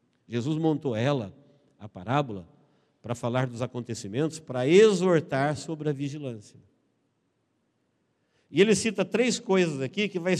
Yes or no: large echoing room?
yes